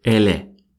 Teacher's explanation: я непринужденно произносил «Эле», не усиливая, не акцентируя именно звук «и» · Term: подмену звука «И»